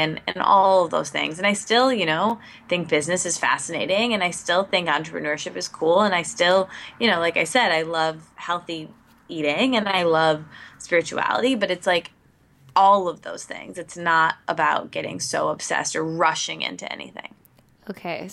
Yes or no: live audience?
no